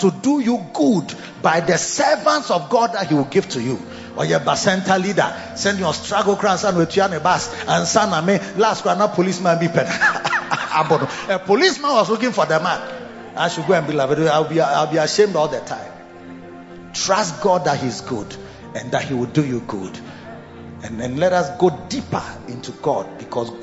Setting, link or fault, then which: setting, large echoing room